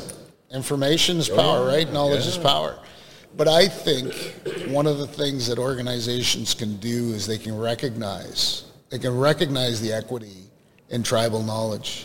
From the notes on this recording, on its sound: Industrial Talk is onsite at Hexagon LIVE